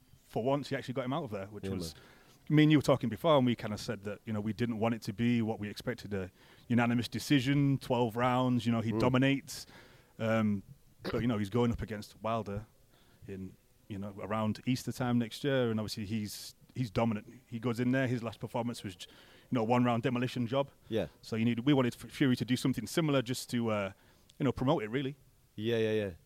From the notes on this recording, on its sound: In the media room at the MGM Grand.